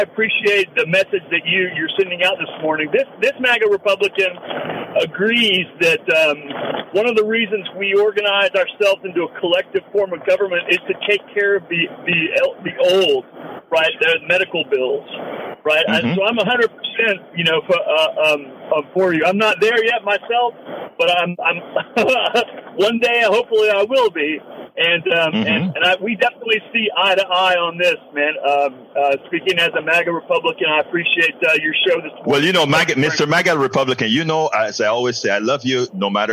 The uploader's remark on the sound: A MAGA Republican called into my Politics Done Right show.